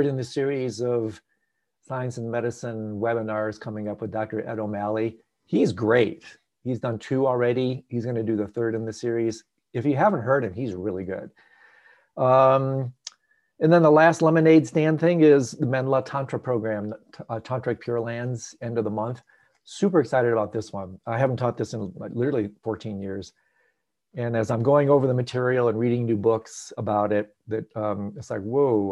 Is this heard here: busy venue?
no